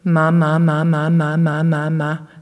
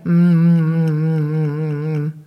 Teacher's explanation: producing an M sound, mm, and then moving the jaw up and down while keeping the lips closed · Shown in: second take · Term: M-ing